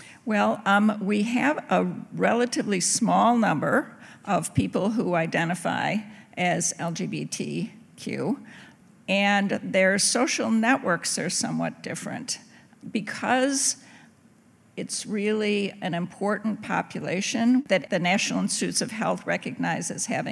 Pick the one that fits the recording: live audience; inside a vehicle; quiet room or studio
live audience